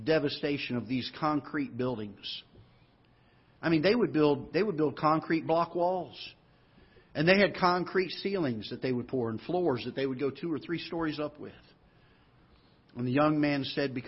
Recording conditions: large echoing room